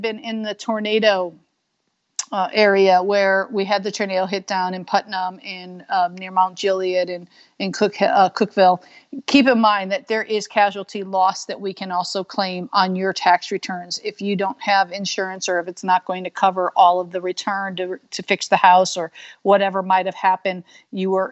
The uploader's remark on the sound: I can't really say in the house, I guess live on Skype.